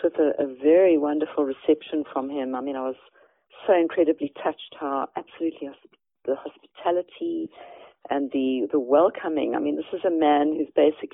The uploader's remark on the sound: Eavesdrop on a telephone conversation